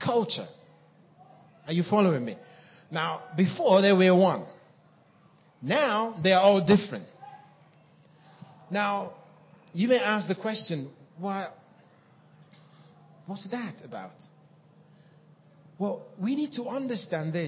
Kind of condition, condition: setting, live audience